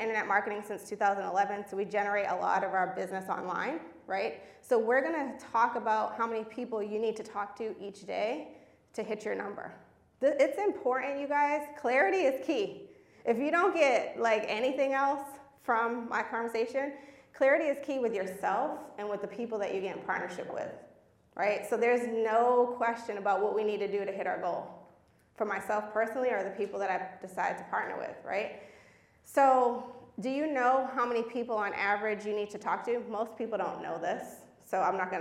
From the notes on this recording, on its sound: This was live at the Do The Most Conference 2022 in Dallas, TX.